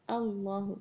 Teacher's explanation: ज़बर की वजह से ये लाम जो है वो हैवी हो गया